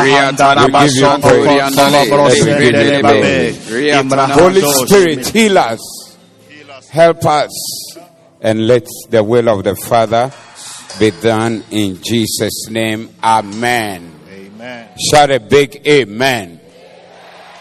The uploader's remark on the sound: Preached at the Doxa Service